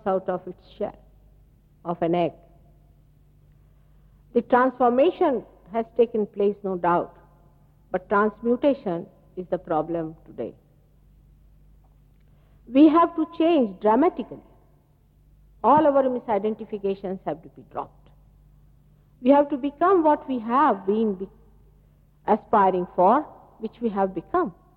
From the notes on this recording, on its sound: Archive audio. At Caxton Hall, London, England.